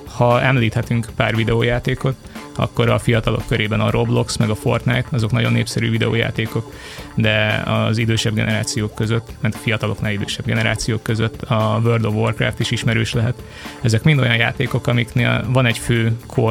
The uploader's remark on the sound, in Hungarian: Európa legnagyobb metaverzum konferenciáján